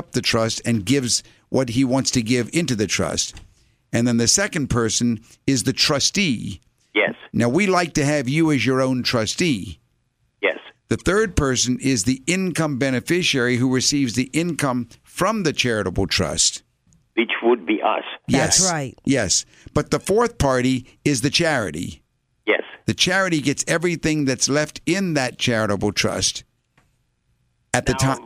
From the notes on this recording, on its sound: call-in show